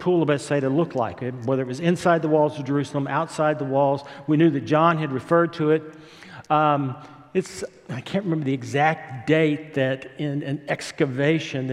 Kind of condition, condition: setting, large echoing room